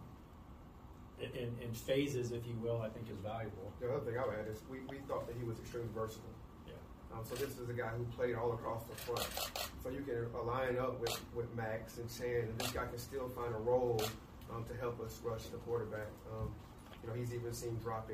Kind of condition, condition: setting, busy venue